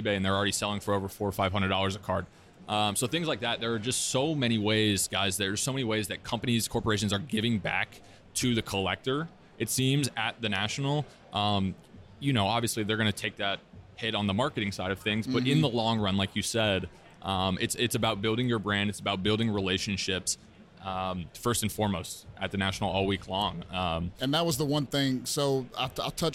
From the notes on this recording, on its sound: LIVE from the 2022 National. Recording straight from the 2022 National.